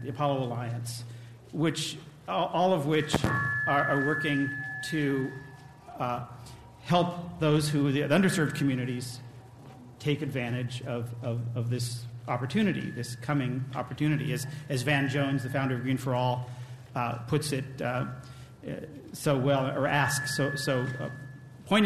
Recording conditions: live audience